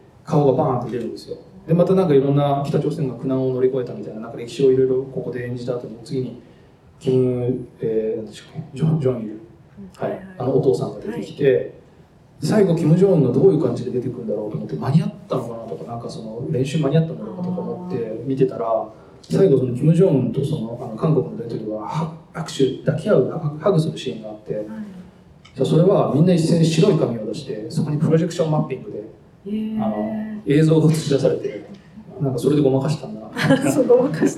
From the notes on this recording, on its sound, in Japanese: 同館であったトークイベントの様子をすべてお届けします。